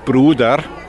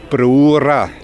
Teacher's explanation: Sonst in anderen schwäbischen Gemeinden Bruder und im Neudorferischen Brura. Das D wird zu R. · Shown in: second take · Deswegen nennt man das R-Rotation.